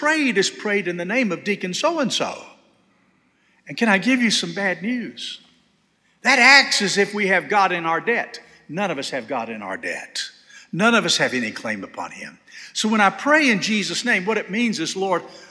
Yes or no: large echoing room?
yes